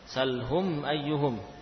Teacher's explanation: Mim sukun bertemu dengan hamzah. Makanya juga dibaca dengan jelas, tidak dipanjangkan gunnahnya. · Term: bacaan idhar